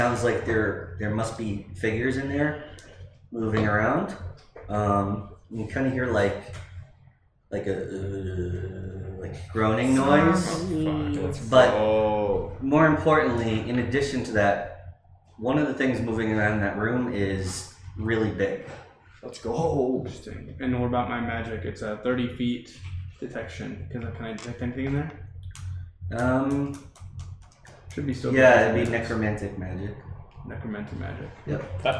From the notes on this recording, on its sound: These casts are from games of D&D played live on twitch weekly. Please excuse the audio in this episode!